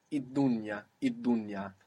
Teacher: the world, Il Dunya, becomes Idunya